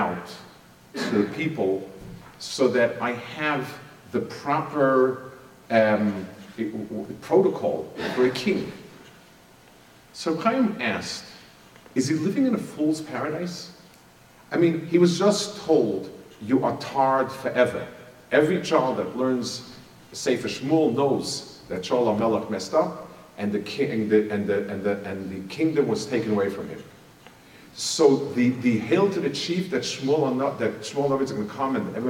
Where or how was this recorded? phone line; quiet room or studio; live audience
live audience